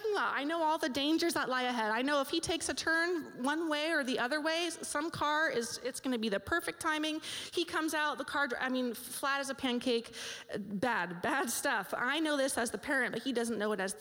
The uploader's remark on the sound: This live audio recording was taped at Cornerstone Community Church’s Mom2Mom group in Wildomar, CA on October 6th, 2016